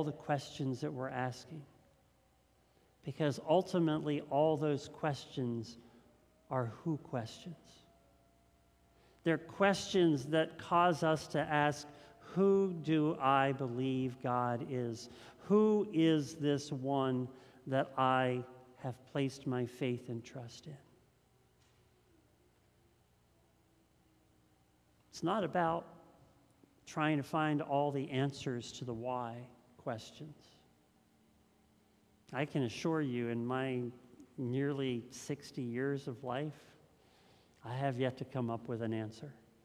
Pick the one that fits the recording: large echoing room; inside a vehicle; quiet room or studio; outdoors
large echoing room